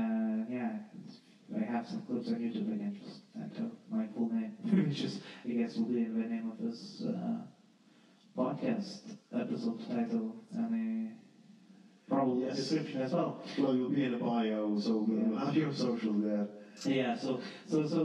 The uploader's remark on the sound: I'd like to extend my apologies for the diminished sound quality. A mishap during the recording session in December resulted in this, and unfortunately, I was unable to correct it.